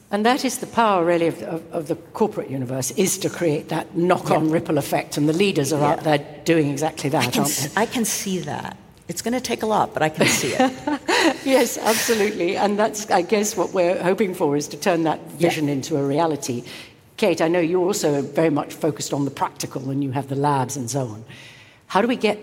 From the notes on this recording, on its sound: Recorded at Summit 22. This is first in a series of podcast episodes recorded at Summit 22 — the Ellen MacArthur Foundation's flagship annual event — which brought together business leaders, policymakers, innovators, and global changemakers.